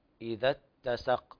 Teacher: لابد من تحقيق الهمزة ليس فيها نقل